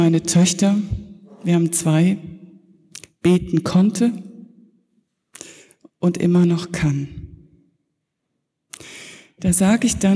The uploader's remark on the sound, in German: Predigt zur Konfirmation der zweiten Teilgruppe der Konfirmanden in der Martin-Luther-Kirche Detmold am Sonntag Jubilate 2019.